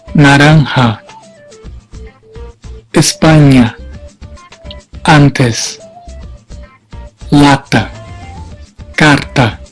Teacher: El sonido es siempre abierto, incluso entre consonantes nasales.